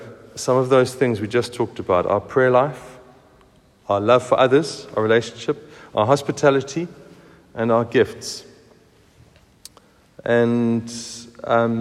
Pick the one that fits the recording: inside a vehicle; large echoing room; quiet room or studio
large echoing room